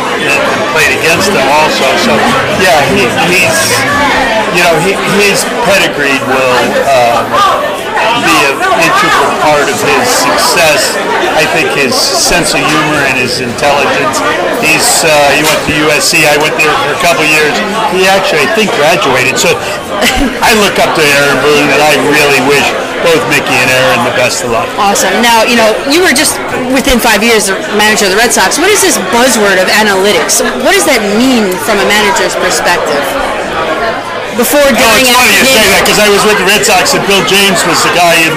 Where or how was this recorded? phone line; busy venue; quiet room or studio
busy venue